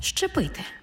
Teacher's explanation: У слові «зчепити» зверніть увагу, на його початку є «з» – це свистячий, і поряд стоїть «чи» – це шиплячий. А разом «з» і «чи» на початку слова читаємо як «ши» – «чи» – «щепити».